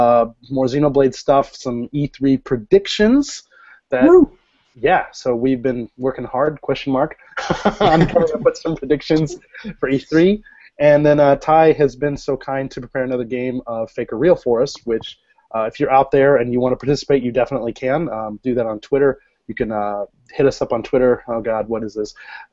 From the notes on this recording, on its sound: Recorded LIVE via Google Hangouts on Air